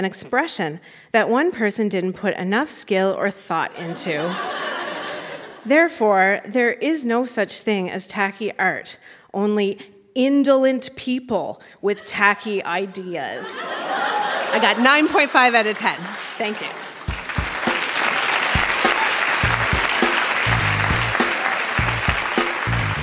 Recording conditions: live audience